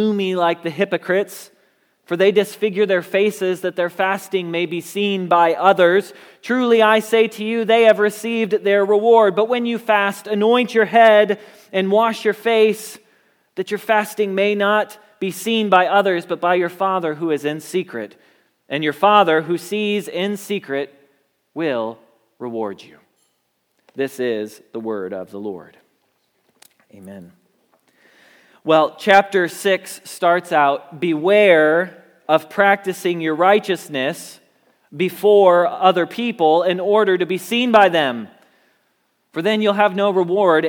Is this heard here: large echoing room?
yes